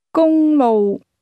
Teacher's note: This word is pronounced with a combination of high-level and low-level tones.